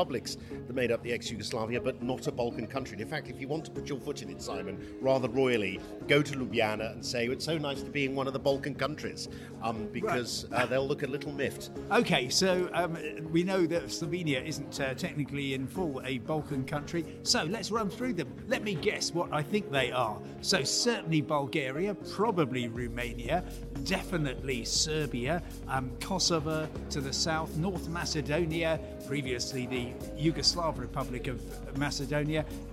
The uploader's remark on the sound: I'm at the New Deal Europe conference in central London